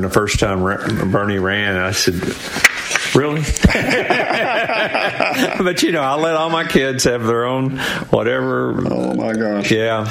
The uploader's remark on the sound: LIVE from the World Famous Cotton Eyed Joe.